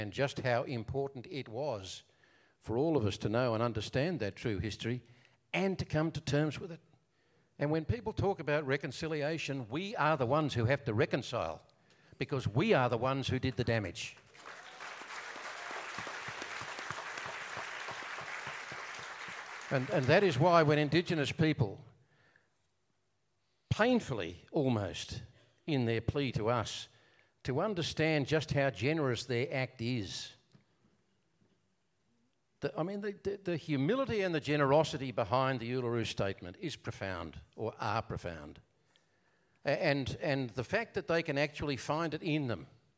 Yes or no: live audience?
yes